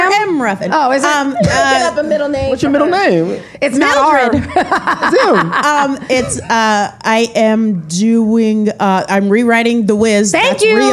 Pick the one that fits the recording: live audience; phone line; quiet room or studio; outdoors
live audience